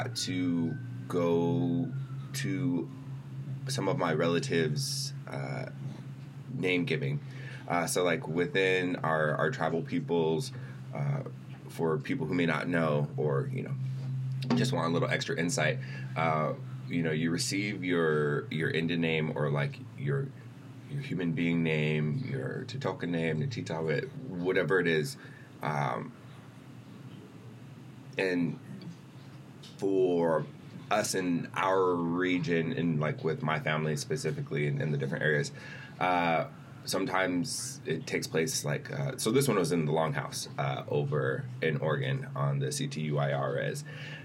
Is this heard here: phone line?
no